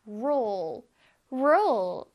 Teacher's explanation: 근데 L이 있으니까 끝에는, 자, 혓바닥이 앞쪽으로 나와야 됩니다.